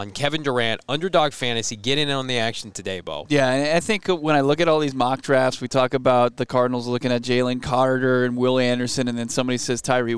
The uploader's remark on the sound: LIVE from the NFL Scouting Combine